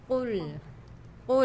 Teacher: pertemuan di antara pangkal lidah bertemu dengan anak lidah · Term: huruf qaf